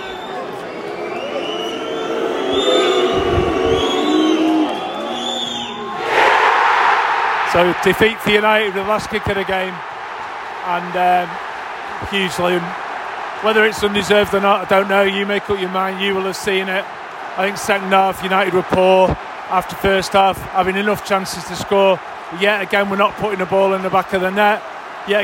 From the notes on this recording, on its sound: From Brighton away. With travelling Reds, Brighton fans and recording from the away end as United lose yet again away to a decent side.